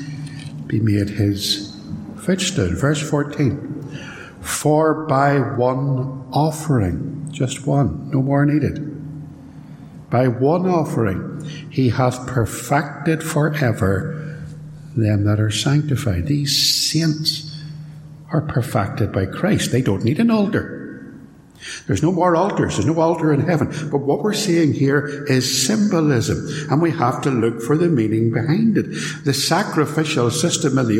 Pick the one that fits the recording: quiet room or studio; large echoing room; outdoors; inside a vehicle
large echoing room